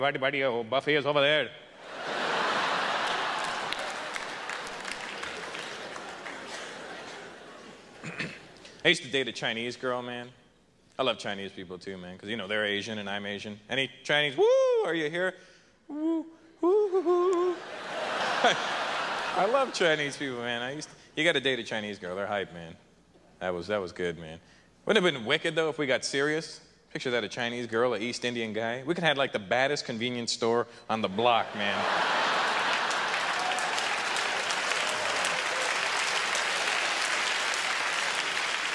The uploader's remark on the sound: delivers an early career performance at the 1998 Just for Laughs Festival in Montreal